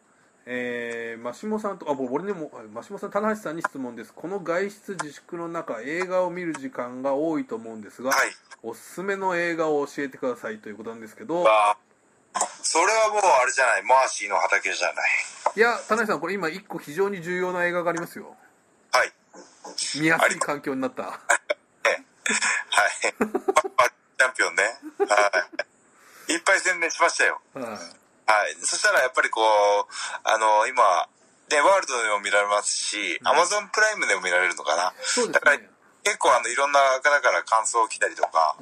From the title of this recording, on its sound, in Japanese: テレワークで収録やってみた